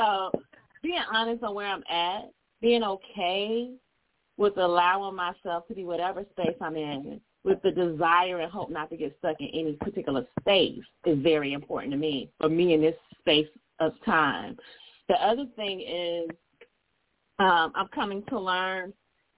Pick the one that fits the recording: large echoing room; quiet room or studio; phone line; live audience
phone line